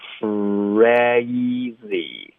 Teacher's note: 这个 R 的音前面要爆一个 K 的音进去